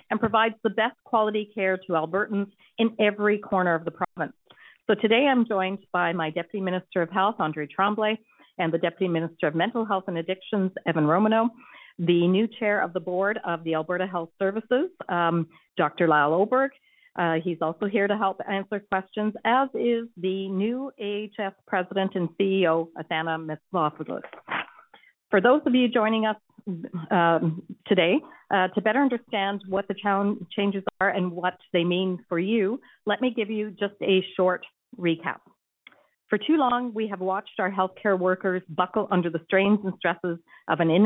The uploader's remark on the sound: Health care professionals participated in a telephone town hall.